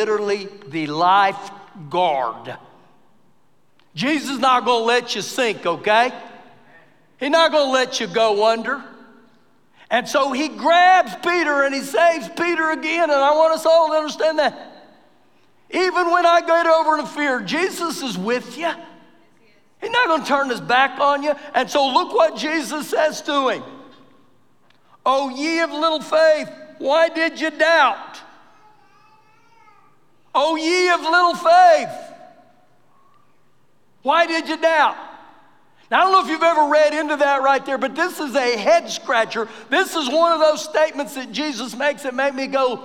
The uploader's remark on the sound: Recorded live during our Wednesday night service